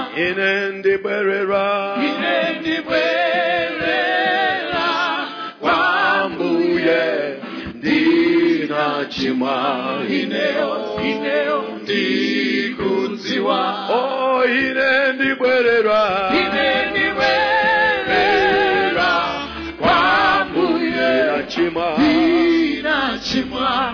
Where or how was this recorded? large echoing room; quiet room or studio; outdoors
large echoing room